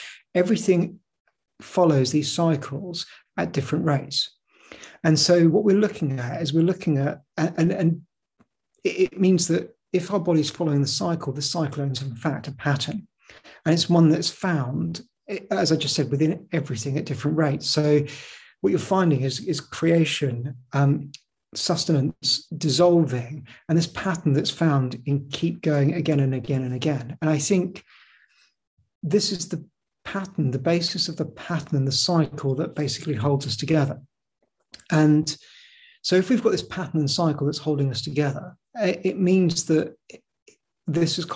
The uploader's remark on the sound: The webinar was recorded in July 2022.